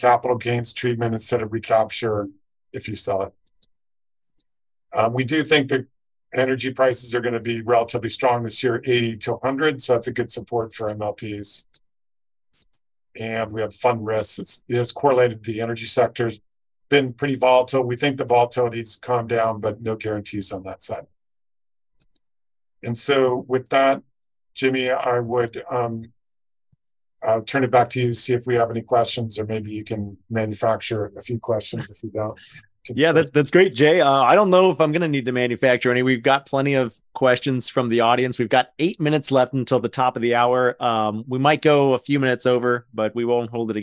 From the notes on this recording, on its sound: This podcast includes an audio version of the webinar